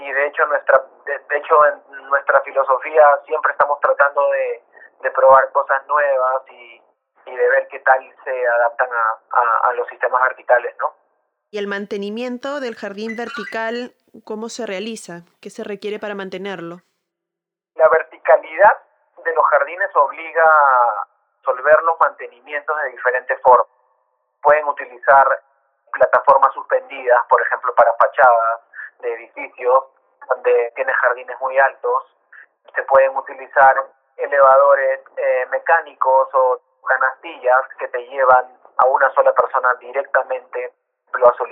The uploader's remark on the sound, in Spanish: Esta entrevista fue grabada de manera remota por teléfono.